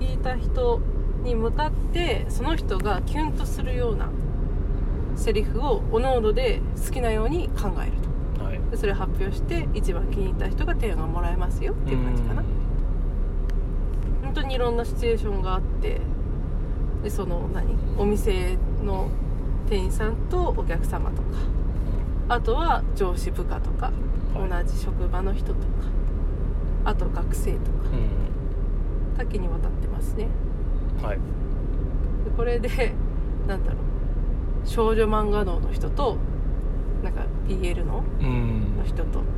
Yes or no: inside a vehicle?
yes